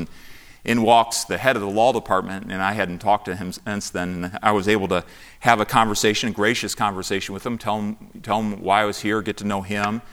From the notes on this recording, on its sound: From the chapel platform of Baptist College of Ministry during the 2024 Spiritual Awakening Conference.